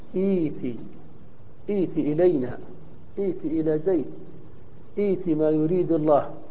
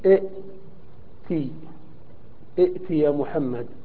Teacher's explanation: والأصل إئتي يا محمد. فاجتمعت همزتان، الأولى مكسورة والثانية ساكنة، فقلبت الثانية من جنس الأولى · Shown in: first take · ولو وصلت لكنت تسقط همزة الوصل وتحقق الهمزة الساكنة فتقول وأتي إلى زيد، وأتي ما يحب الله، وهكذا.